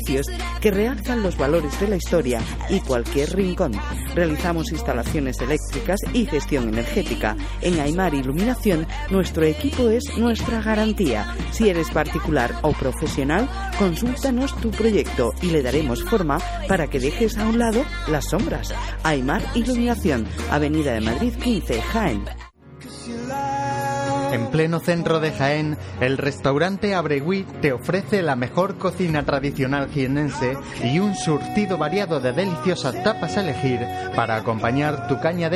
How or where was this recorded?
outdoors